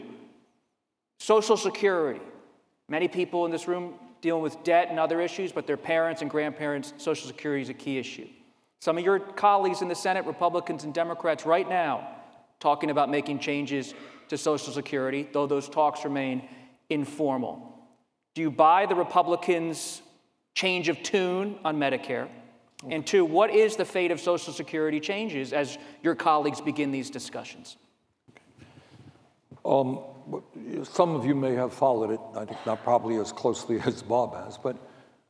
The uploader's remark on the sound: Told an audience at a UVA Center for Politics event.